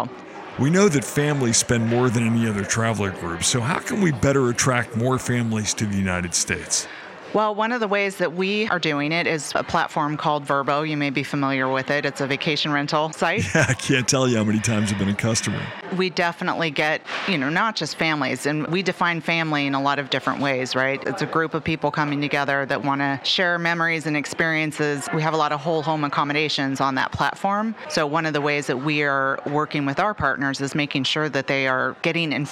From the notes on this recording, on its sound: Live From Travel Week.